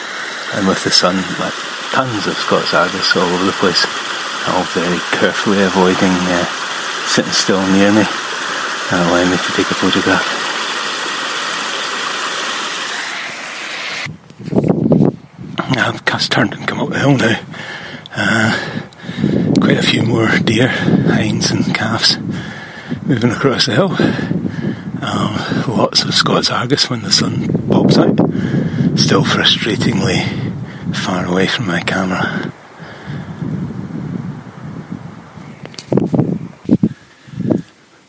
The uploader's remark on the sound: Glen Finlas – walkcast. I recorded this on a walk last week using the iPhone audio memos app. Just kept a memo open and recorded fragments on the go. Unfortunately at some point I hit done and when I added more, without looking, I recorded over the start.